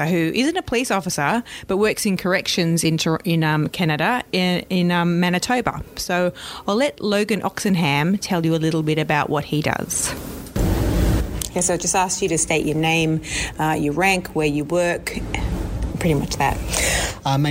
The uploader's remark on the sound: Recorded whilst in Toronto at the 2nd World LGBT Conference for Criminal Justice Professionals.